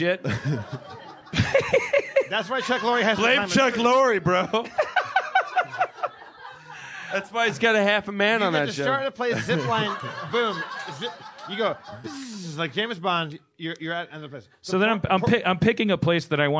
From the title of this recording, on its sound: LIVE From UCB East in New York